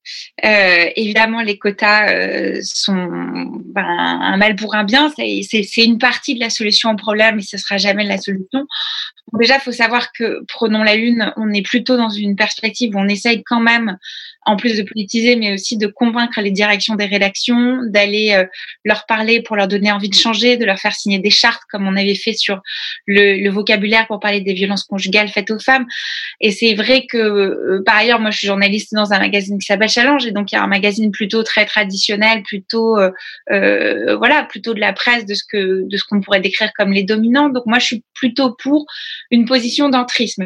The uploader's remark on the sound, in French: sur Zoom pour un enregistrement en public le 9 juin 2020